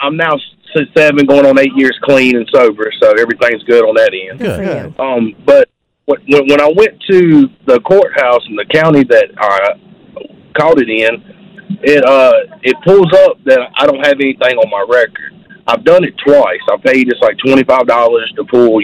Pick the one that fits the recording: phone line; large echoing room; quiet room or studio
phone line